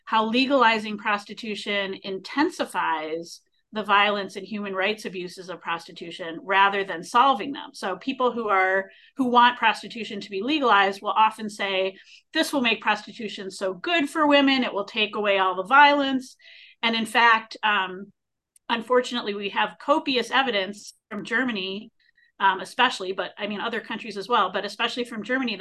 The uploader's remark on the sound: A live webinar.